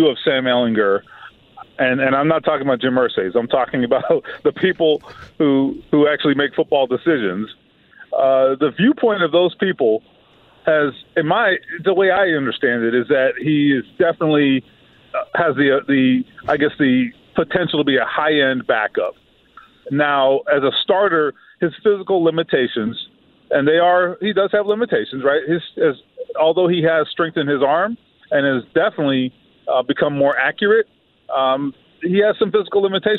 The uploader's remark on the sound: Open the phone lines to hear what Colts fans think of the move from Matt Ryan to Nick Foles.